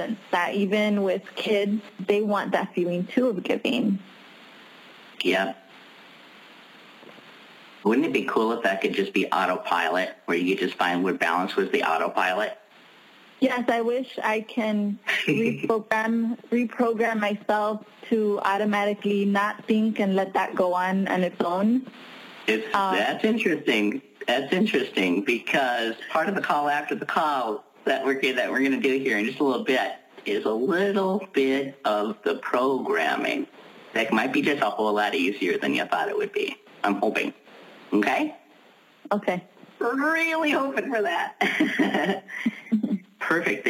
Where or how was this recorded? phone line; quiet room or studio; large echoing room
phone line